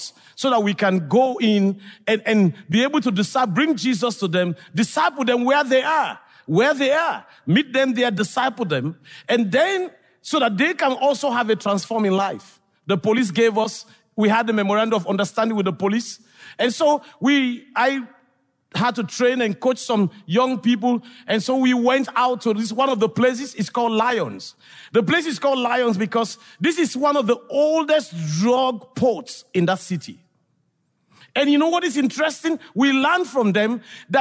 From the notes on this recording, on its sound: This episode is from The Bonhoeffer Project, recorded at the National Disciple Making Forum.